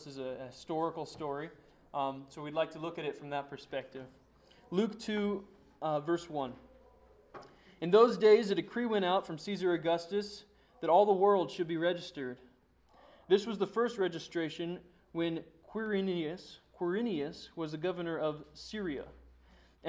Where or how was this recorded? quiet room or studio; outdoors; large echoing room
large echoing room